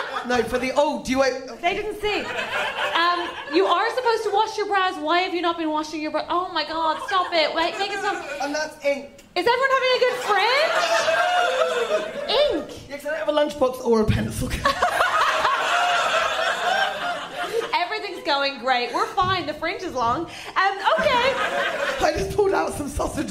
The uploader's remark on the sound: This was such a fun and special live recording, recorded at the lovely Monkey Barrel right towards the end of last year's festival.